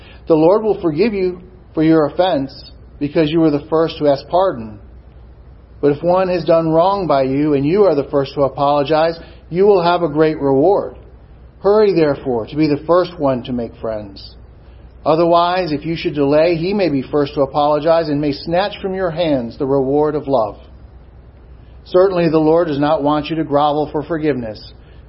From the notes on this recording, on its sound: Sermon preached at Swordbearer Chapel, Society of St James VFW 8541 San Antonio, TX